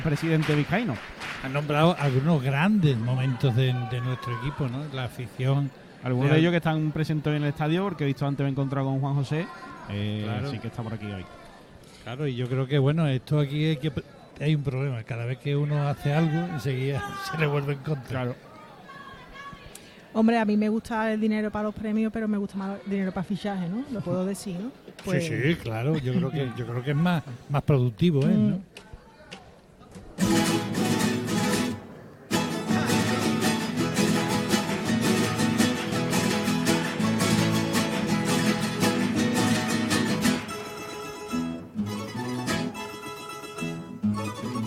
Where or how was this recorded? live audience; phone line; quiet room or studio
live audience